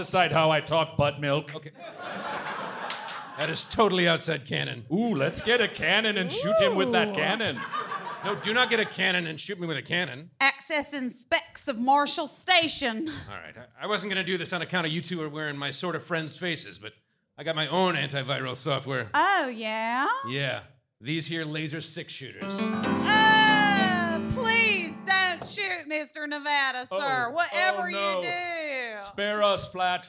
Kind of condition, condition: setting, live audience